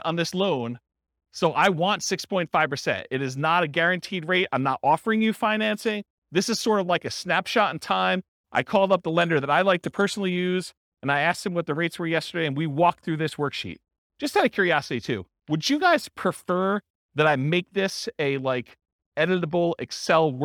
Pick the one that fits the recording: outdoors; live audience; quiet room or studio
live audience